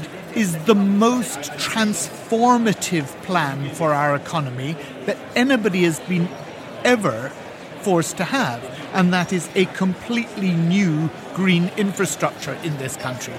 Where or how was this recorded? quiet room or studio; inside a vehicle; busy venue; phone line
busy venue